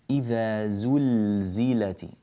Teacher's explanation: اللام هنا لام ساكنة واقعة في فعل، فحكمها الإظهار